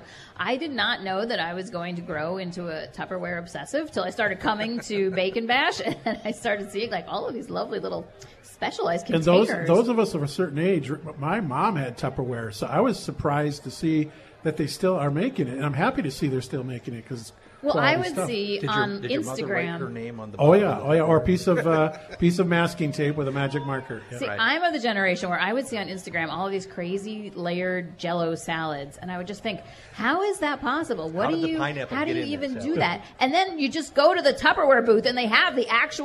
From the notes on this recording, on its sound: broadcasts live from the annual Bacon Bash in River Falls.